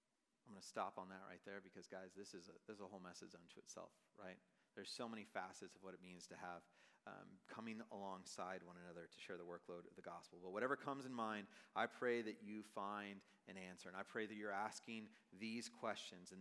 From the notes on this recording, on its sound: Message preached on August 31, 2023 at a Thursday Night Gathering of Coram Deo College Ministry.